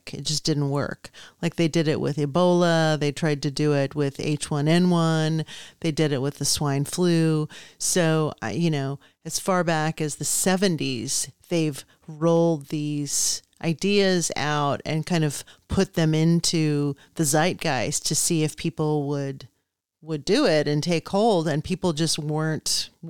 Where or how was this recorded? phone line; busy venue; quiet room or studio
quiet room or studio